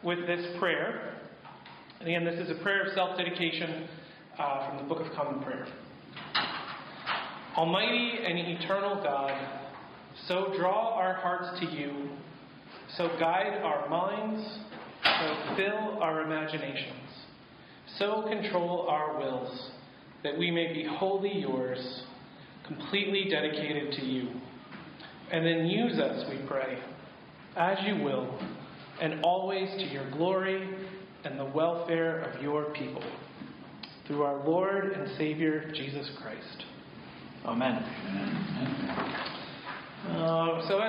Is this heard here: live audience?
yes